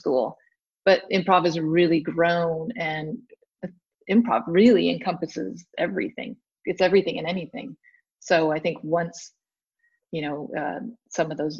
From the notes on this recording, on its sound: While we had no idea how this would work using Zoom, we gave it our best.